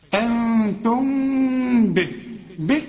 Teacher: ميم بعدها ب بيحصل لها إخفاء ما تضمش هنا شفايفك